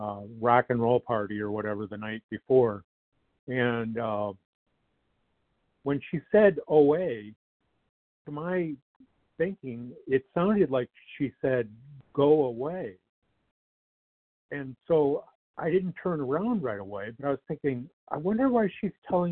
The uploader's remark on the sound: 100 Pounders Phone Meeting